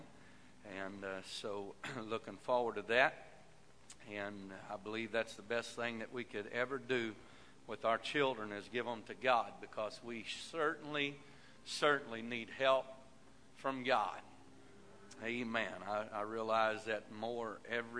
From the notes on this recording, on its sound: This broadcast recorded live from the First Pentecostal Church of Silsbee, Texas.